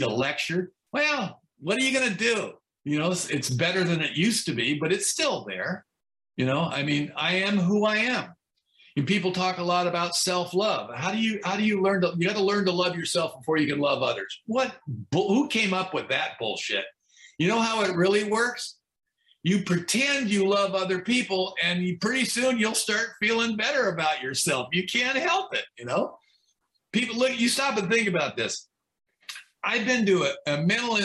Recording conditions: video call